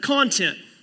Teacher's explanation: if you put the emphasis on the first syllable, it's the word content. And that's a noun that describes stuff.